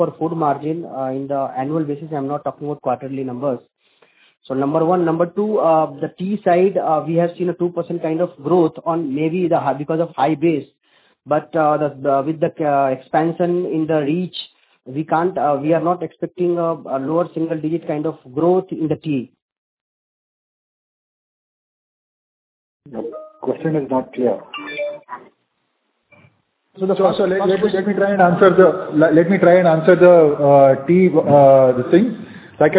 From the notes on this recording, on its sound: Audio recording of result discussion/conference call for quarter ended September 2021.